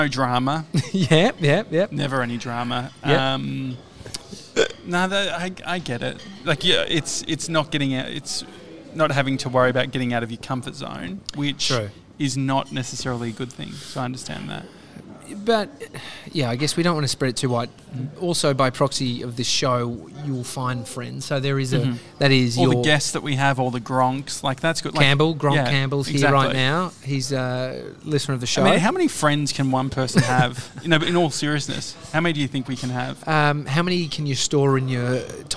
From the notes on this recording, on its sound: Today we're live from our favourite cafe, Au79!